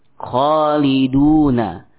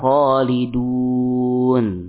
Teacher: sukun yang tidak asli, ya, muncul karena sebab, yakni sebabnya adalah waqaf · Shown in: second take · Term: sukun arid